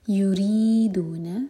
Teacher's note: را کے نیچے کسرہ ہے تو را باریک ہوگا